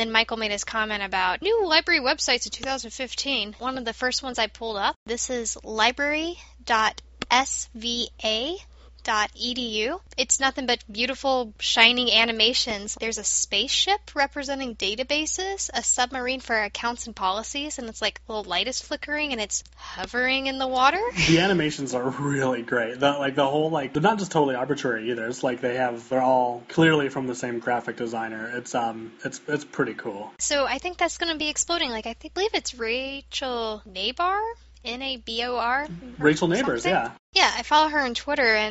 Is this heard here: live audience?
no